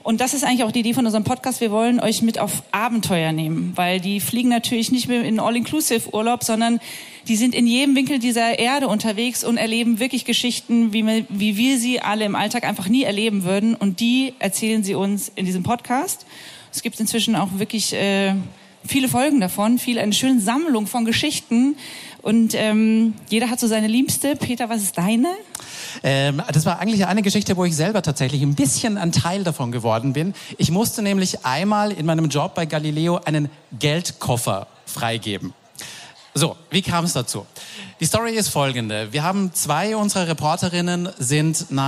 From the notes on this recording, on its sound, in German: Live vom Hear&Now Podcastfestival. Denn wir waren zu Gast auf dem Hear&Now Podcast Festival!